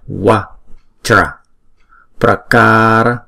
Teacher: chữ ca chúng ta kéo dài hai nhịp